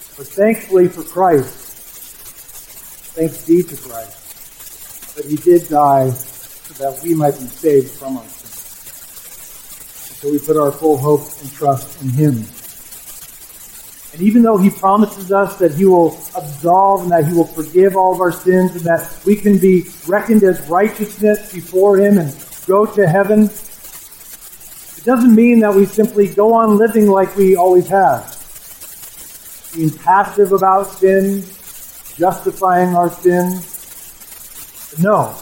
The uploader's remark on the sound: We are aware of and troubleshooting audio issues with the recording